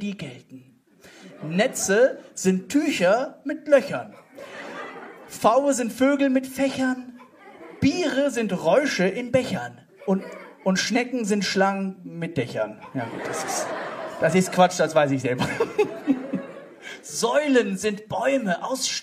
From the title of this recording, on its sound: Poetry Slam Audio